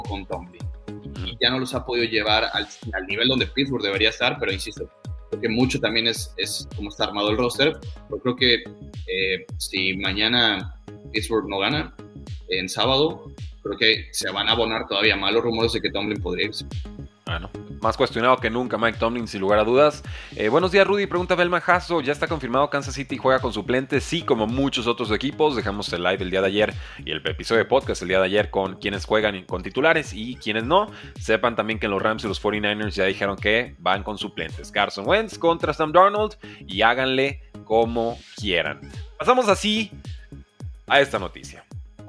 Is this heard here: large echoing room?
no